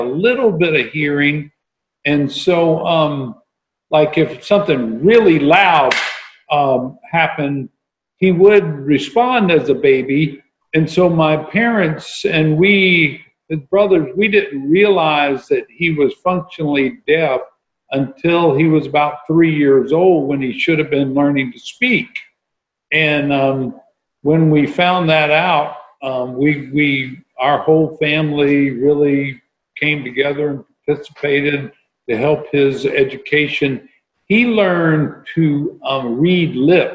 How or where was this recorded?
video call